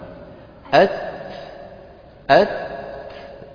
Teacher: أت أولا نحبسها ثم نهمسها · Term: الشدة